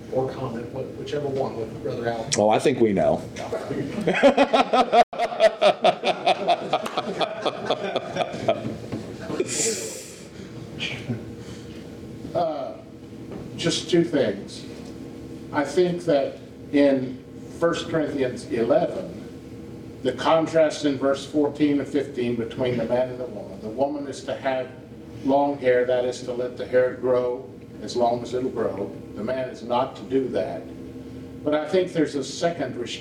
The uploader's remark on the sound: questions and comments from the audience